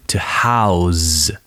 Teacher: The verb to house has more of a Z sound, that mosquito sound